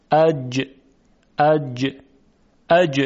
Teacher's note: اما ما به طور کلی در این سطحی که فعلا داریم مطرح میکنیم، عرض میکنیم وسط زبان. وسط زبان به طرف بالا یعنی سقف دهان میره و برخورد میکنه به سقف دهان و حرف جیم تلفظ میشه